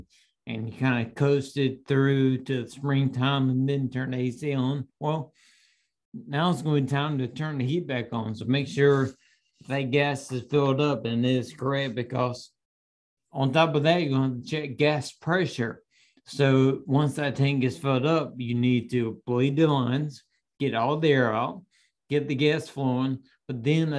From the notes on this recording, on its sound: Audio from the Live Q&A webinar.